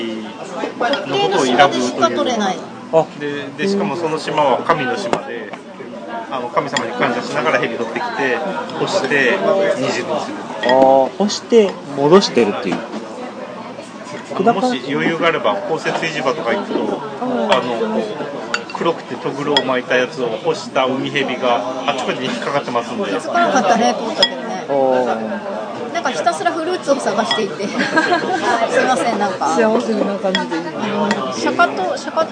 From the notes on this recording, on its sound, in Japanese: 居酒屋さんで収録。ずっと撮っていたから、しゃべりにくかったかも知れません。私は酔っていたので、気にせず話してました。